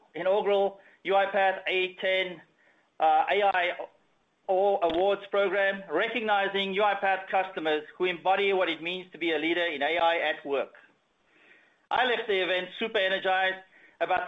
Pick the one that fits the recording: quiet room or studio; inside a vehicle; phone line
phone line